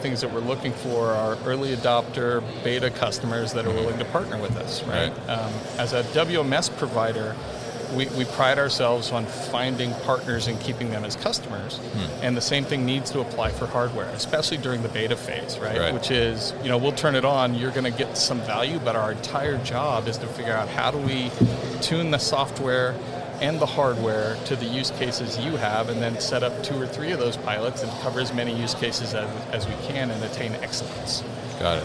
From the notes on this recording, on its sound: SnapFulfil at MODEX 2020.